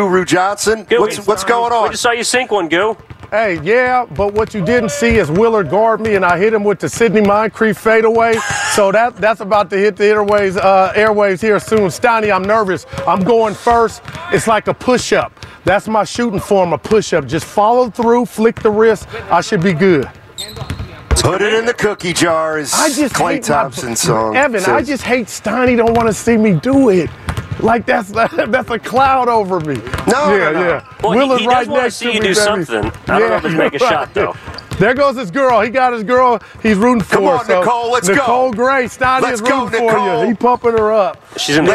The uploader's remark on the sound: live from the Chase Center